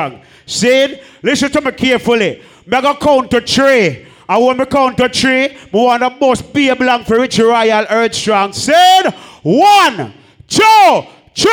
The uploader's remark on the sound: POP UP DANCEHALL | LIVE AUDIO 2021